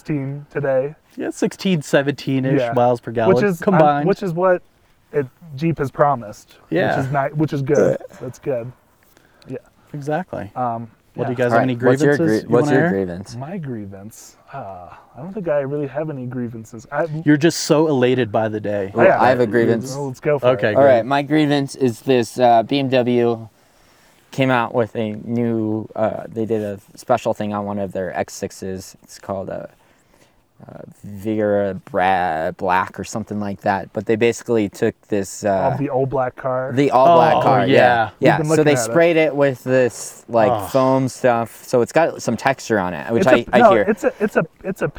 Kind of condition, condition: setting, outdoors